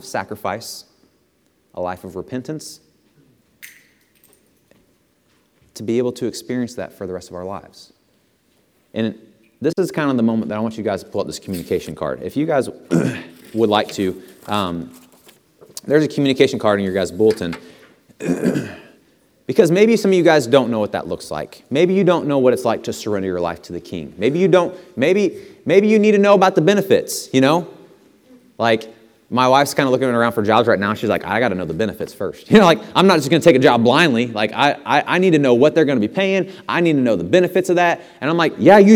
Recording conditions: large echoing room